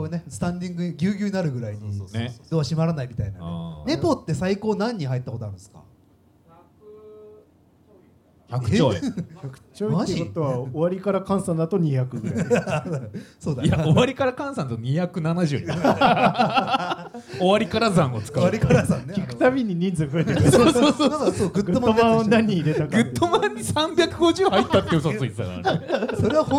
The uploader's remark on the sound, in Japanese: 30代オルタナティブバンドマンによるトークイベント「ハリエンタルラジオ」の模様を一部お届けいたします。